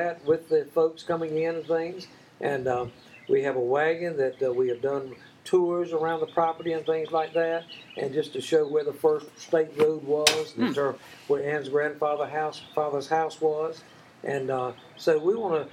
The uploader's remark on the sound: We recorded this episode outside because there's nothing better than relaxing under the shade trees when you visit.